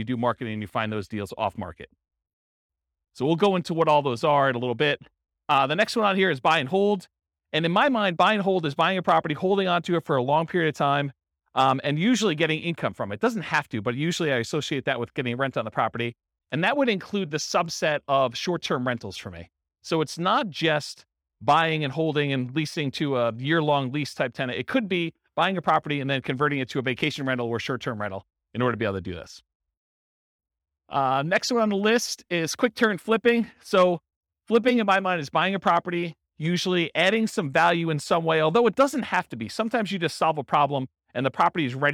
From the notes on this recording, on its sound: Abilene, Texas. This was a live class recorded to give investors a solid qualitative overview of all the different real estate investing strategies.